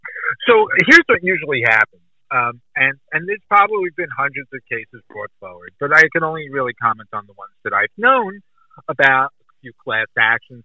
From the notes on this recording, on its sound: Recorded via phone call.